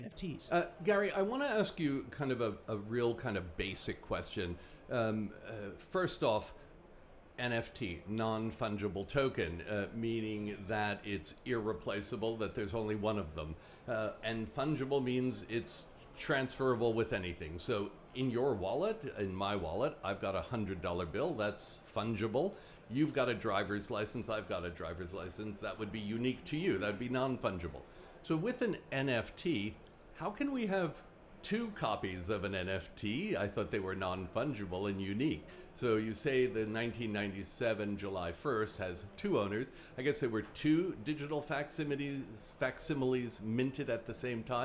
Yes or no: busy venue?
yes